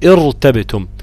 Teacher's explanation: يعني أنا بقى لو وصلت، لو أنا بدأت بكلمة ارتبتم مثلا، ارتبتم ده لو أنا ابتديت بها هبتدي كده بكسر عارض، كسر عارض يعني كده كده هفخم الراء، هقول ارتبتم، ولكن أنا لو وصلتها إنيرتبتم برضو الكسر بتاع النون كسر عارض.